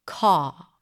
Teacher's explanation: There are some dialects where the R in a soft R position is not even pronounced